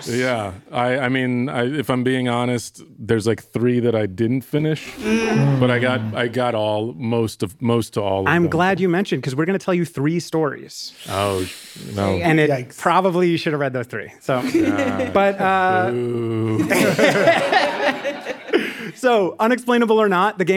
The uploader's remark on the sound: in front of a live audience